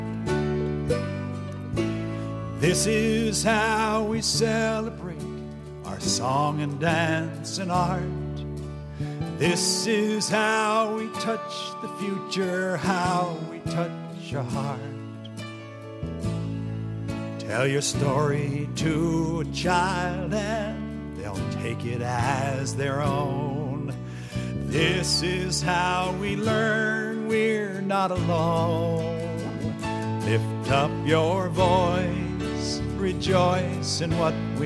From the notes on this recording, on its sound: Podcasting live at the 2015 Disability Pride Parade in Chicago as part of the #ADA25Chicago.